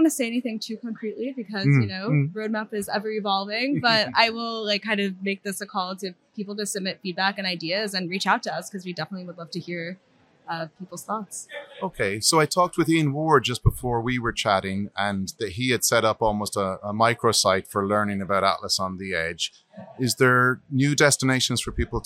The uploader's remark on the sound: Recorded live at the MongoDB .local London conference